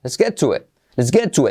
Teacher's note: La I como E, E, y la T final, et, muy ligera.